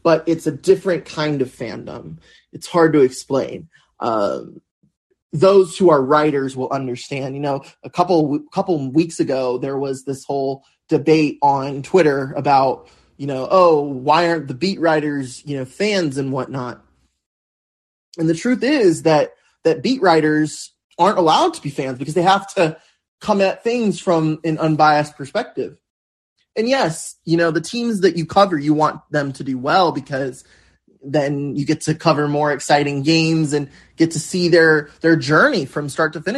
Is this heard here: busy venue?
no